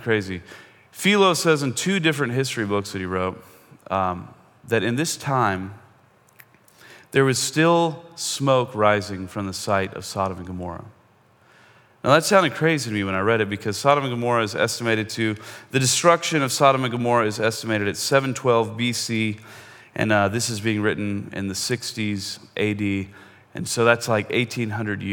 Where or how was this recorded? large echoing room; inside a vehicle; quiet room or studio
large echoing room